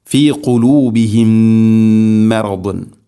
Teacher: ഇവിടെ സുക്കൂനുള്ള മീമിന് ശേഷം അടുത്ത മീം ഇദ്ഗാം ചെയ്തുകൊണ്ട്, അതിൻ്റെ പേര് ഇദ്ഗാം മുതമാഥിലൈൻ എന്നാണ്. സുക്കൂനുള്ള മീമിനെ ഹർക്കത്തുള്ള മീമിലേക്ക് ഇദ്ഗാം ചെയ്ത് അഥവാ കൂട്ടിലയിപ്പിച്ച് മണിച്ചുകൊണ്ട് ഉച്ചരിക്കണം